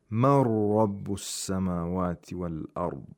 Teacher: we don't pronounce the Nun Sakina at all. Instead, the Nun merges into the next letter, which is Ra, and makes it Mushaddad. And of course, this is idgham bila ghunna. · this is idgham bila ghunna. This is idgham without nasalization. So we don't nasalize the ra.